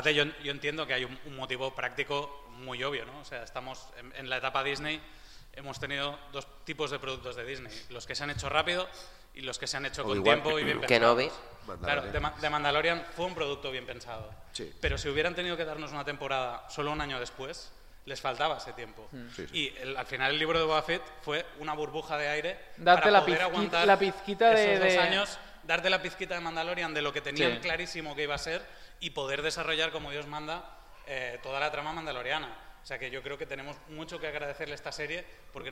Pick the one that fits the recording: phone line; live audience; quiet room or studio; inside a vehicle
live audience